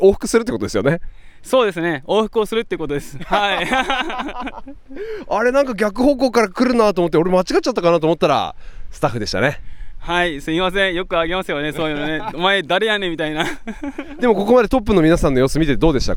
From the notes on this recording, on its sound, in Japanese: 鈴鹿山脈を進むトップ選手の実走インタビュー。A1安楽峠の様子。